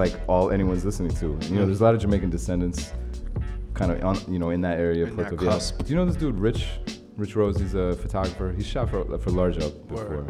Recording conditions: busy venue